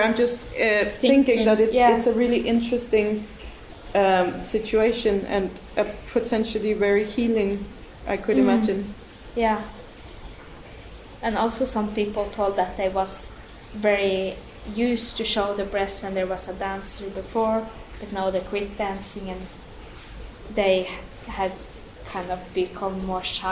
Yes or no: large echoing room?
yes